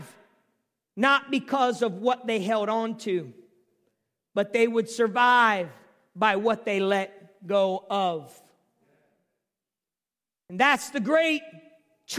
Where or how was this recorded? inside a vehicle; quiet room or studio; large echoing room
large echoing room